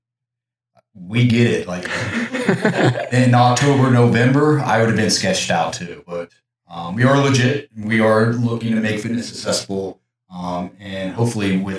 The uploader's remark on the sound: The audio on this episode is a little off. We had some equipment issues and weren't able to get as clear of audio as we hoped.